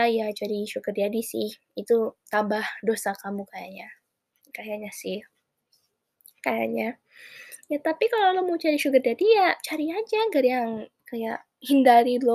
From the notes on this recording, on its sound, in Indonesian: Maaf kalau ada suara gersek-gersek di audio, yah namanya juga podcast pertama.